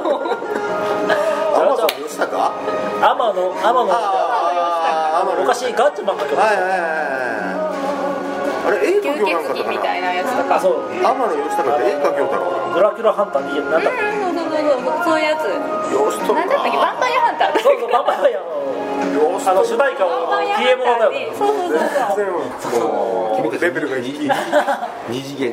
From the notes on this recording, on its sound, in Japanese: 韓国料理店での収録のため、バックにそれ系の音楽が流れてますｗ